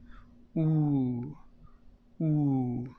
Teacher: So stretch the vowel sound, making it longer, like in the English word moon.